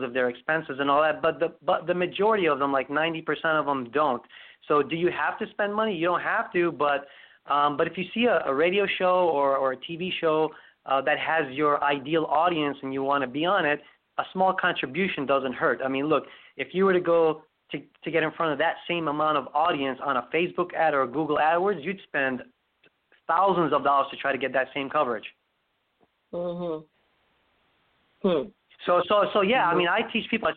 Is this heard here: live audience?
no